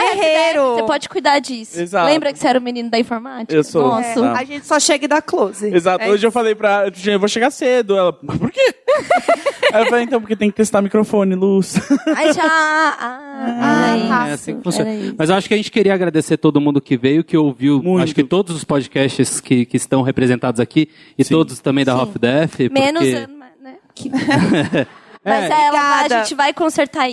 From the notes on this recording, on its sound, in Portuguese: Ao Vivo do CCBB SP. Num ao vivo que sintetiza a energia de todos esses podcasts.